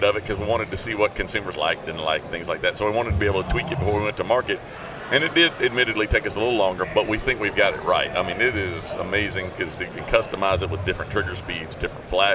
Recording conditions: busy venue